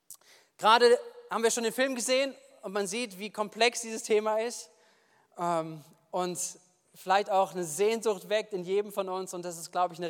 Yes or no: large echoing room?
yes